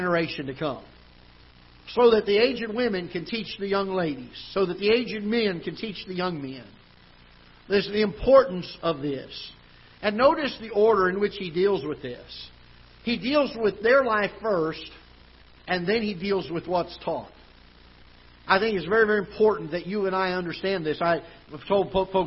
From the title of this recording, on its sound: Ketha Heights Baptist Church ~ Live Broadcast